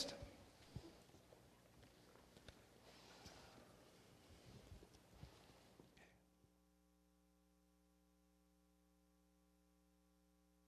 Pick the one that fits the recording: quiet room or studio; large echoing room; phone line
large echoing room